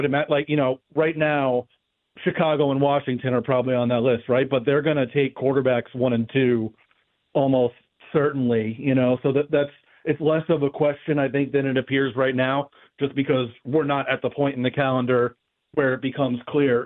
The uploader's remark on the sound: opens the phones to hear from listeners